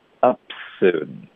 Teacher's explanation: 其实就是还是会保留这个爆破音它只是会弱化很多而已